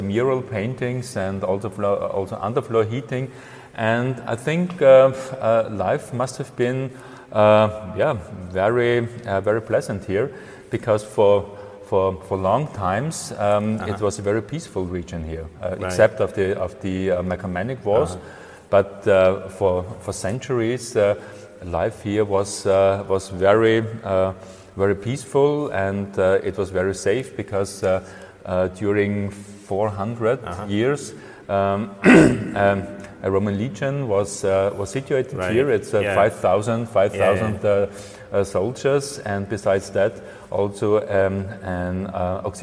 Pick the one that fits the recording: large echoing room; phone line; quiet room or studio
large echoing room